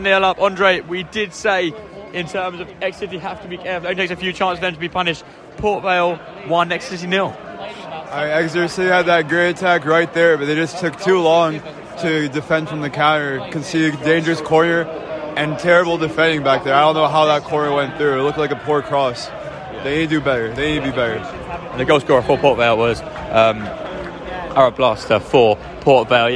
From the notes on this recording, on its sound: Live commentary from a tense …